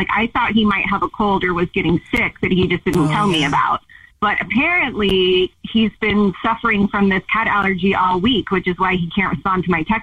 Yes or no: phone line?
yes